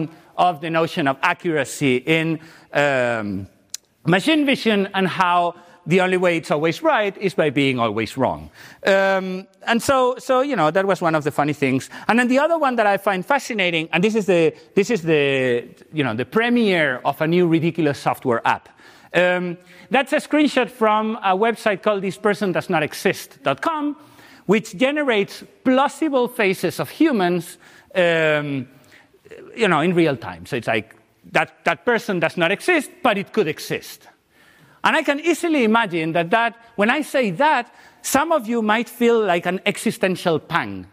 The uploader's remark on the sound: The lecture will take place at 13:00 in Auditorium 2.